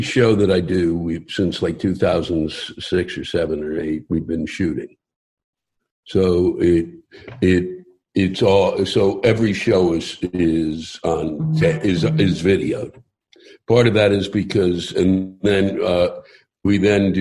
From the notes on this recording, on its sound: spoke with me over Zoom